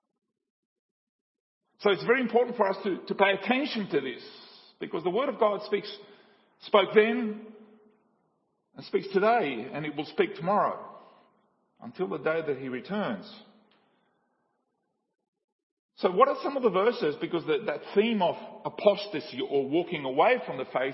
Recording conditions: large echoing room